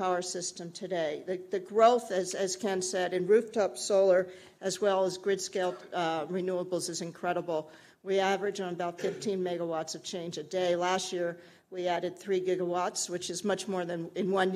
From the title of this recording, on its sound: Keynote presentation